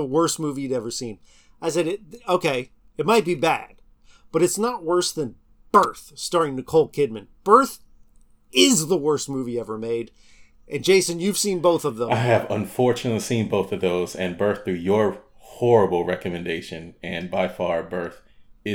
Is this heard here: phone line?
no